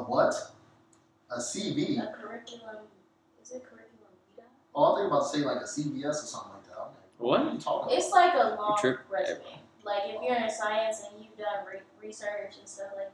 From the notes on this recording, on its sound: Sorry for the bad quality